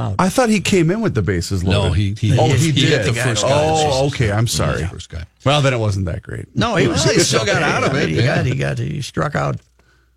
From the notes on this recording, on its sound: The guys call in to the Croatian Hall in South St.